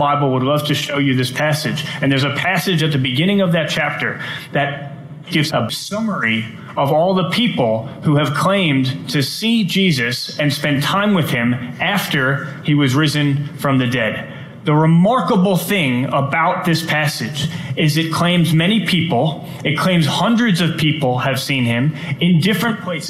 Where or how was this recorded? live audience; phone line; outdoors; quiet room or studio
live audience